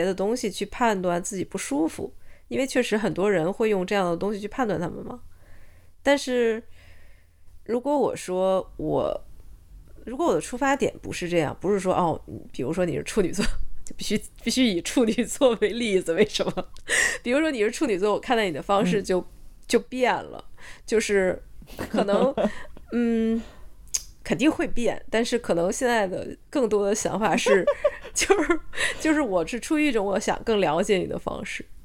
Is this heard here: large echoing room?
no